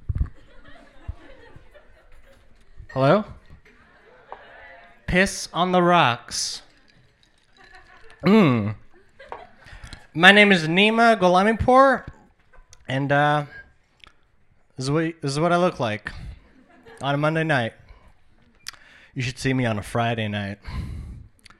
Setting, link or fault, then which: setting, live audience